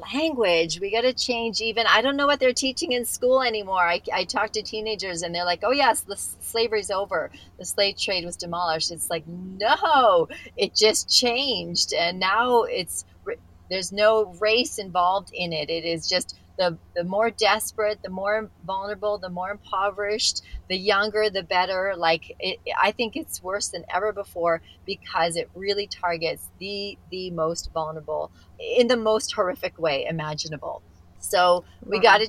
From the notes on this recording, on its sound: She lives in the Canadian mountainside and when it was time for our interview, she had to scramble to get to town for a better internet connection. After 1.5 hours of sitting in her car outside her local cafe.